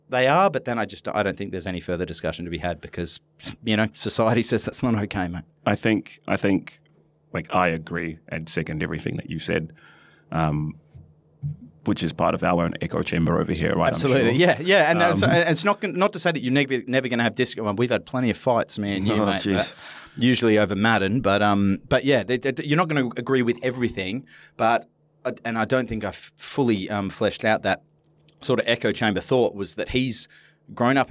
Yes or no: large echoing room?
no